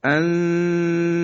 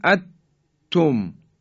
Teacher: ان توم، اگه بگیم ات توم اینم که دیگه حالت ادغامه و صحیح نیست. ما حالتی بین در حقیقت اظهار و ادغام داریم · Shown in: first take · Term: اخفا